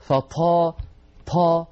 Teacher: بعض إخواننا متأثرا باللهجات العامية ينطقها مهموسة، مثلا يقول فطال عليهم الأمد، فطا طا، هل سمعتم هذا الهواء الذي يخرج مع الطاء؟